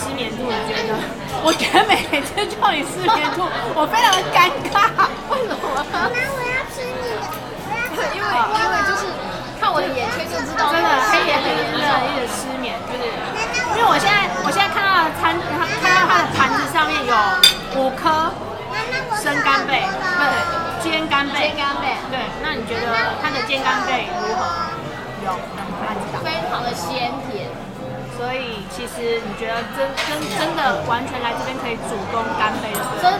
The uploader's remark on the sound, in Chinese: 現場有一點吵還請見諒喔!!